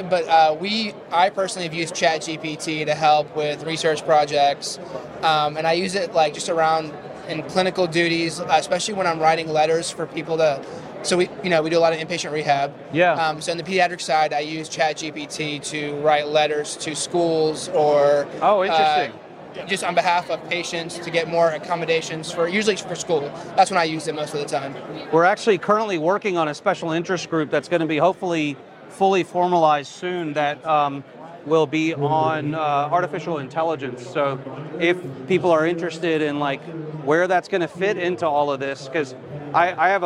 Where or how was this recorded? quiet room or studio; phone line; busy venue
busy venue